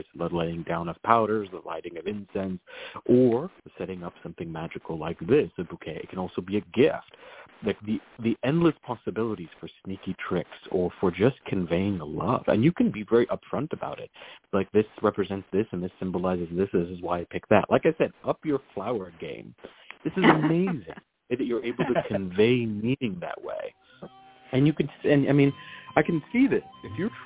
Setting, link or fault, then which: link, phone line